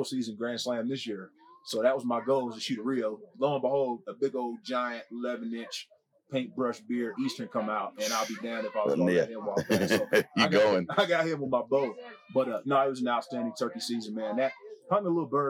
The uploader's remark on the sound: Live From Western Hunt Fest